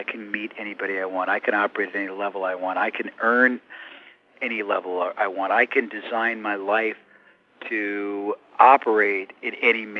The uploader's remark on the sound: I managed to get a few minutes with him by phone